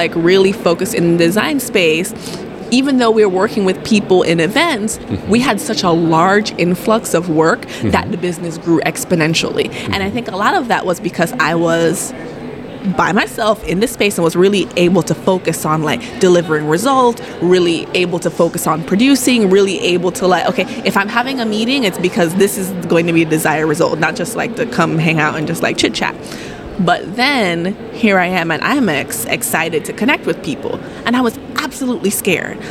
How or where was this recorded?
busy venue